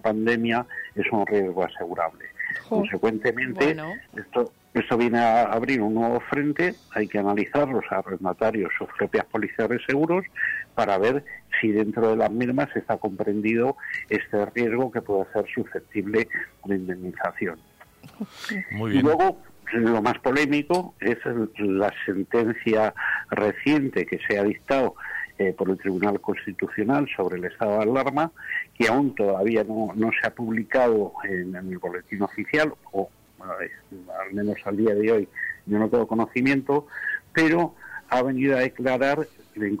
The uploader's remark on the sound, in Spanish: Llamadas en directo con nuestros invitados.